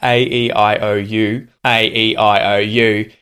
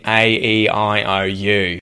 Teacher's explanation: it's just nasalization, really, that I'm putting over the top of my normal accent to change the quality of those vowel sounds.